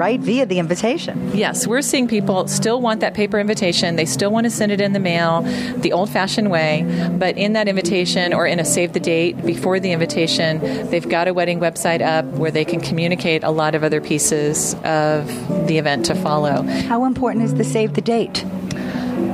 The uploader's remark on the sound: Special Edition Meet the Masters on Location at Kate’s Paperie.